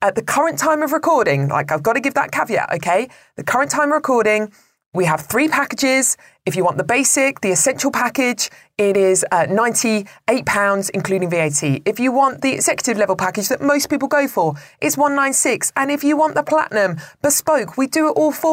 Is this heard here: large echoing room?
no